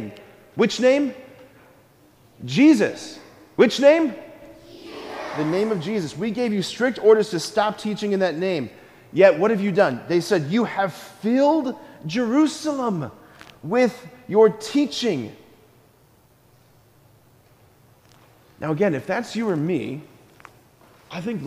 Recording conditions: large echoing room